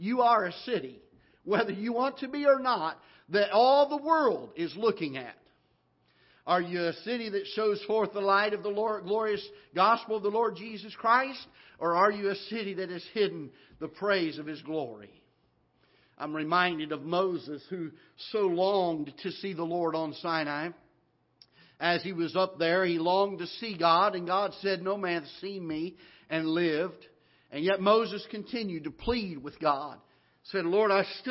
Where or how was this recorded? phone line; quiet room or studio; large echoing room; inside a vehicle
large echoing room